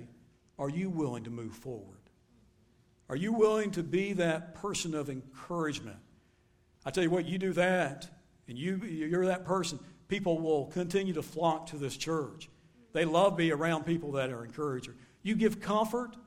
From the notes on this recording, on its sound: Recorded live at Shindler Drive Baptist Church.